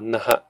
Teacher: It's not aspirated. It's a conjunct consonant, two consonants in a row